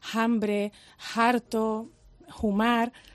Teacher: la pronunciación de la aspirada, donde había una F latín